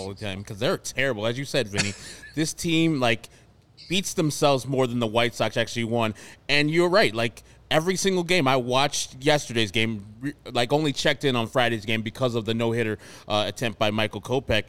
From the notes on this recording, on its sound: CHGO White Sox Live Postgame Show. Joins the show live from Guaranteed Rate Field.